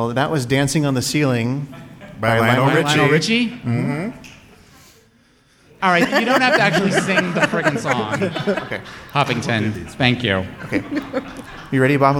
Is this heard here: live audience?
yes